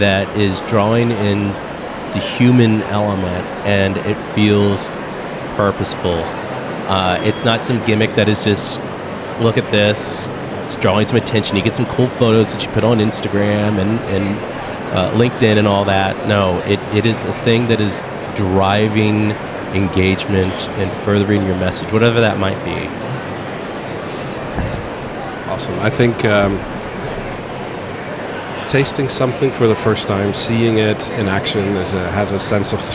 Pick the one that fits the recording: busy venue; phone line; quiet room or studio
busy venue